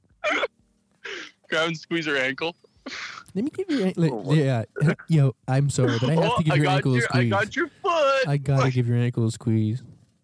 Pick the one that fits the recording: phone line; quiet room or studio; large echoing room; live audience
phone line